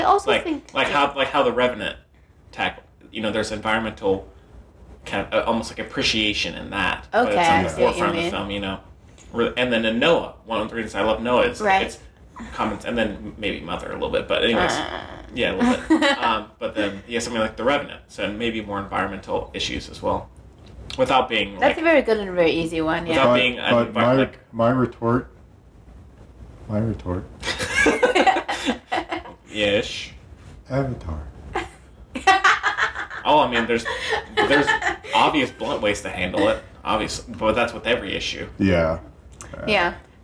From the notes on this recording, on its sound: very sorry for the static and mic noise!